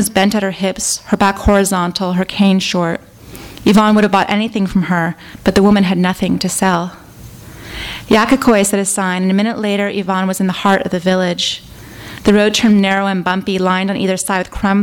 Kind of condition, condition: setting, live audience